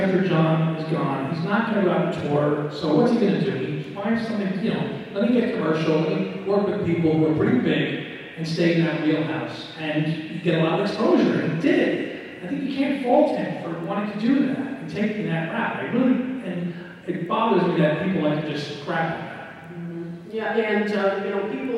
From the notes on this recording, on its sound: Recorded at the 2023 Chicago Fest. Apologies on the audio quality on this one.